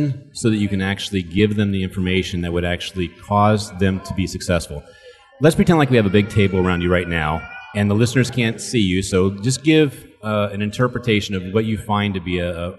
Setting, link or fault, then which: setting, busy venue